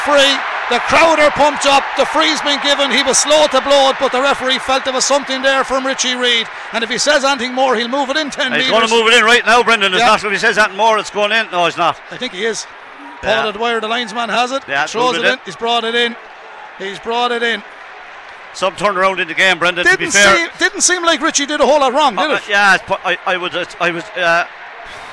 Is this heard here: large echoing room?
no